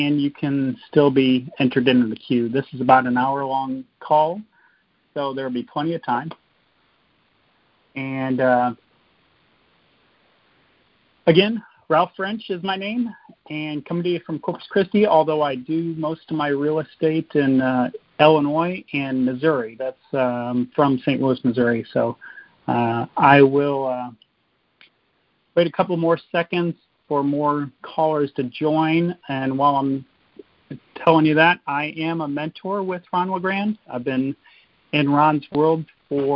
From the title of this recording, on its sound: Gold Club Q&A Call